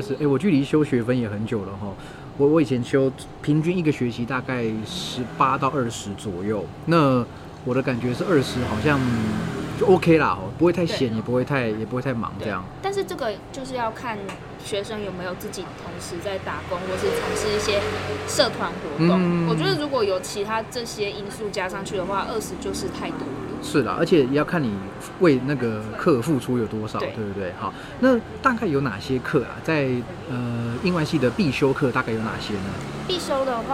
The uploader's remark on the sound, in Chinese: 流落街頭、戶外錄音QQ